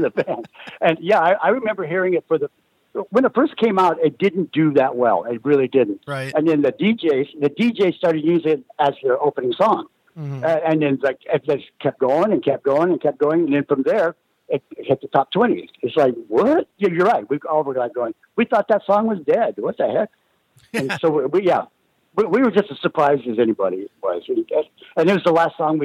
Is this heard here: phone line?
yes